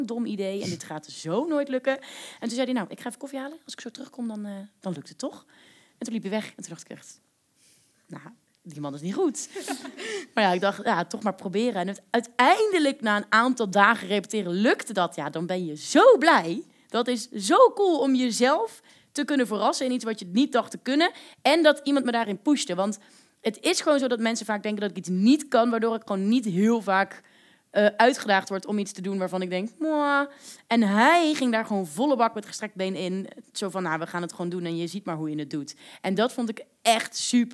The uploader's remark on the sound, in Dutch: Tijdens een live opname in de Lindenberg